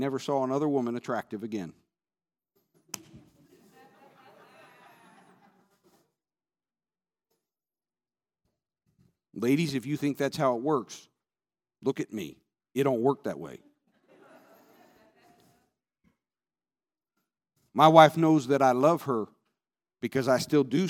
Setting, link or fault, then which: setting, large echoing room